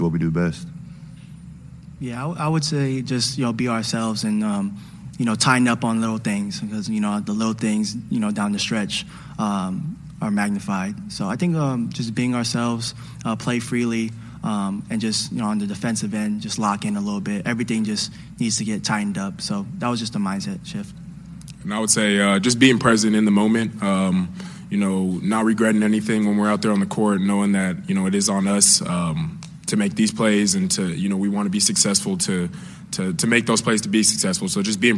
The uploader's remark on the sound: Postgame Audio From Kansas 2nd Round Win over Creighton. Hear the full post-game press conference.